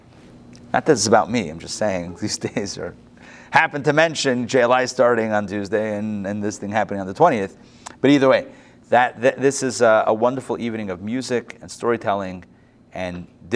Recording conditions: live audience